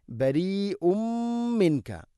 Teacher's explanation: മിൻക നൂനിനെ അവ്യക്തമാക്കി മണിക്കണം. കാഫ് ഇഖ്ഫാം ബിഗുന്നയുടെ അക്ഷരങ്ങളിൽ പെട്ടതാണ്, അതുകൊണ്ട് അവിടെ അവ്യക്തമാക്കി മണിക്കണം.